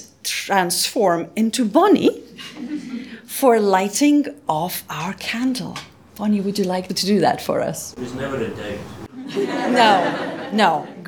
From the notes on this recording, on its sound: Audio podcast of all-age Easter morning service, led by the Minister.